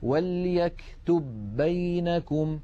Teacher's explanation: لابد من إدغام الباء الأولى في الثانية